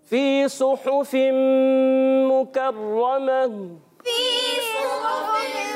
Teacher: فی یا مدہ ہے، اس کو ایک الف یعنی دو حرکات کھینچ کر ادا کرتے ہیں. صاد یہ موٹے حروف میں سے، بلکہ ایکسٹرا موٹے، ماشاءاللہ ایکسٹرا موٹے حروف میں سے ہے.